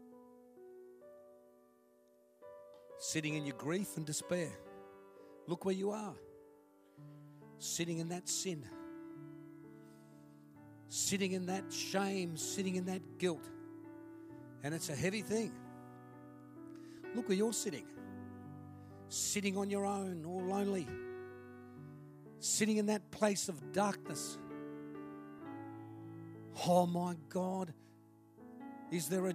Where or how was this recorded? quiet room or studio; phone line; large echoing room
large echoing room